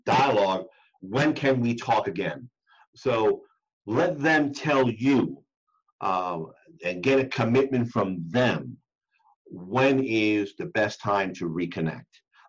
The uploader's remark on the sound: the audio portion of a webinar we did